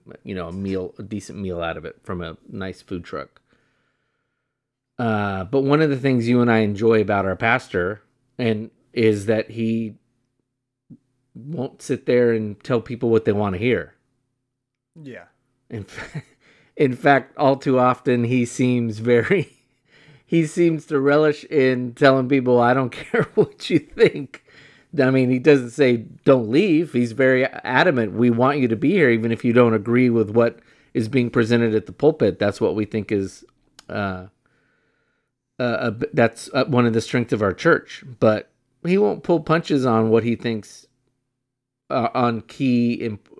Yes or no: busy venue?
no